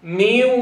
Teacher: بدها تطلع واو مطولة مغنونة واضح اذا واو طويلة تصحبها غنة فاقول ميو من أين جت الواو؟ من الإدغام والغنة إدغام ها · Term: إدغام بغنة